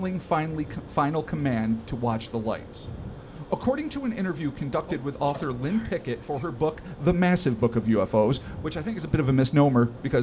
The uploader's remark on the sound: The Cryptonaut Podcast Live. Recorded live at the Thirsty Pug.